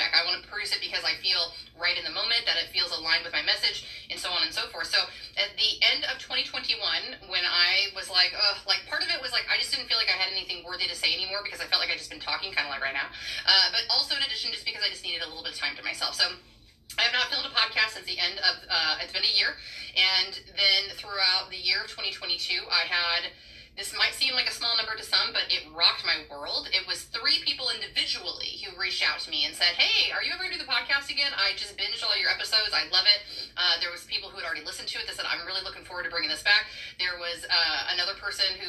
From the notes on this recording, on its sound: Excuse the audio on these first couple of episodes, technology tweeks!